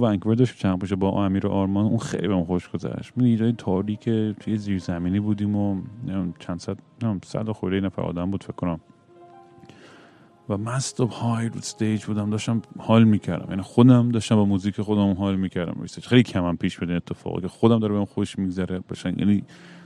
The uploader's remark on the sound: Airport Sessions #3. Once again I am at an airport rambling nonsense into the microphone.